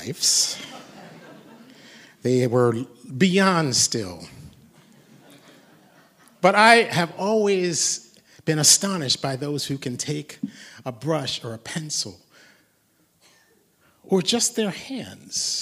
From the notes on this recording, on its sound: this concert was held June 29, 2019 at the Blue Hill Town Hall, Maine, at 7pm